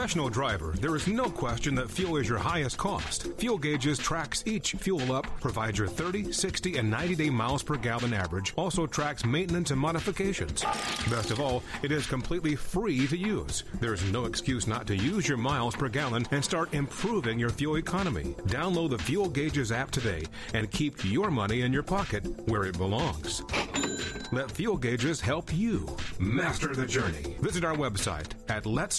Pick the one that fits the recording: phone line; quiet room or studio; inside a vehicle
phone line